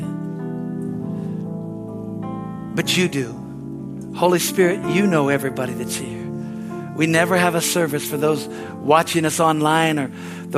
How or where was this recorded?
large echoing room